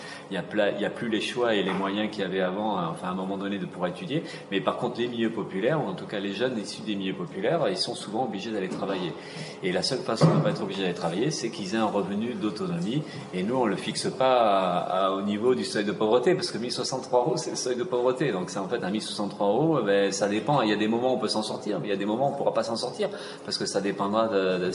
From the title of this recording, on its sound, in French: la conférence de presse comme si vous y étiez